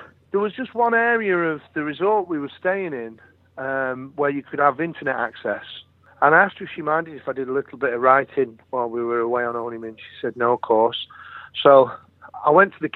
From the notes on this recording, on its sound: phoned